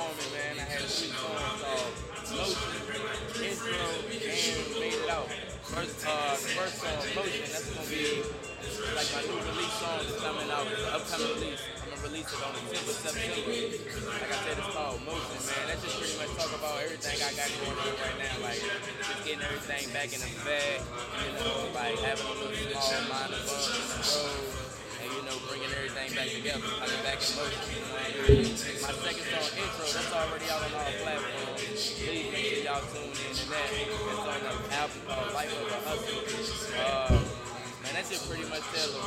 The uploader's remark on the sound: Live from the OutDaMud event in Charlotte, NC.